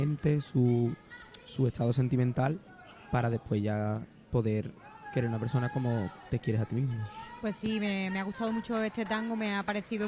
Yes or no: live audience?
yes